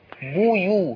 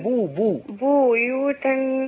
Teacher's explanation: على الباء المضمومة في لفظ بيوت. ضم الشفتين. بيو وجعل لكم من جلود الأنعام بيوتا.